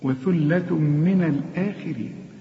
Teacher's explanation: القاف في آخر درجات التفخيم ما دام مكسورة